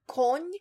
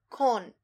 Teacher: Soft L and N went hard. · Shown in: second take